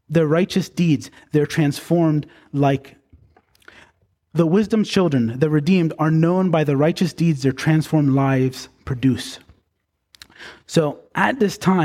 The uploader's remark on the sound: Preached on February 11, 2024, at Bethel Baptist Church in Gorham, NY.